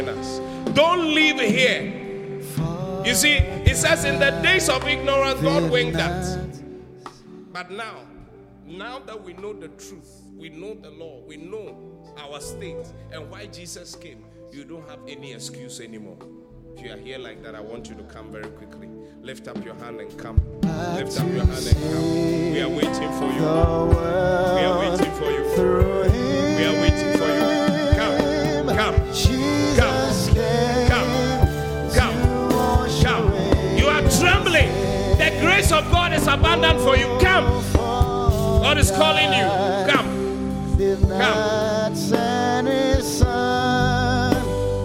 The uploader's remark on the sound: Preached at the Qodesh.